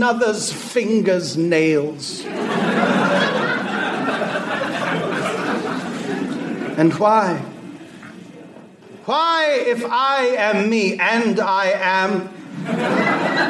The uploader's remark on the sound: At C2E2, Chicago. From C2E2 in Chicago, the TAH panel.